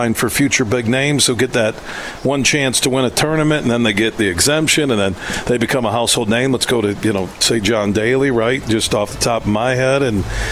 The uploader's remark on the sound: Today, we're broadcasting live from the Midland Country Club as the Dow Great Lakes Bay Invitational two-person event takes place this week.